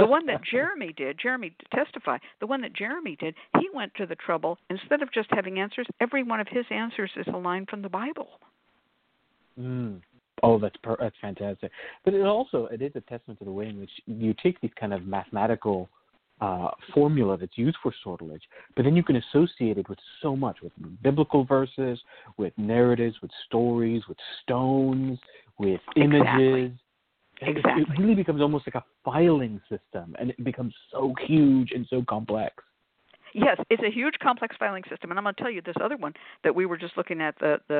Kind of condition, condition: link, phone line